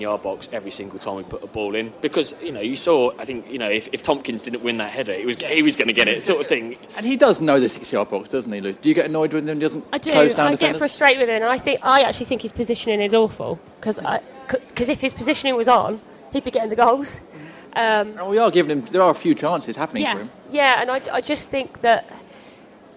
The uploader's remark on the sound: post-match press conference at Selhurst Park